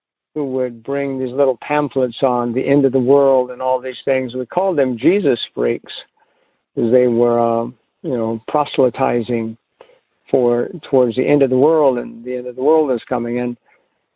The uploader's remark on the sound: Monday Noon Phone Speakers Series